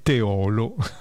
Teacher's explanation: La pronuncia corretta di Teolo, comune in provincia di Padova, è Teolo, con l'accento che cade sulla O chiusa, ovvero sulla penultima